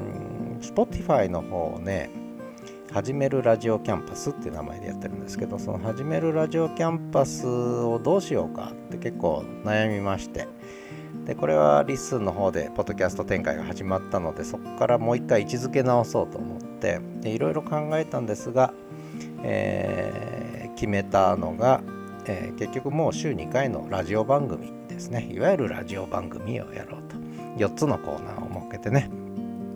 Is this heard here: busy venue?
no